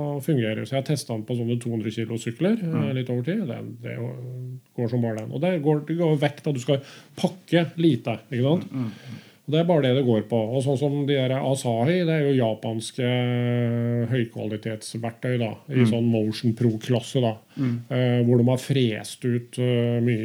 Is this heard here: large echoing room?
no